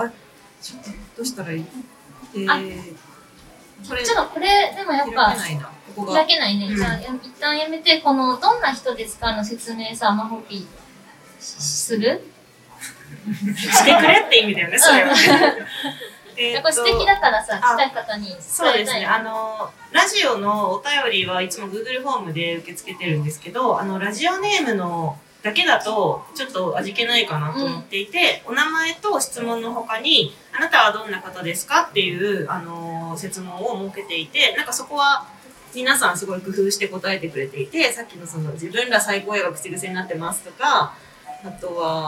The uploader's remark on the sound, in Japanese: うめだ阪急にて初の公開収録を実施してきました〜。当日は満席となり大盛況でイベントを終えることができました。宇宙兄弟』の展示が催されている愛溢れる空間で、『宇宙兄弟』のことをたくさん話してきました。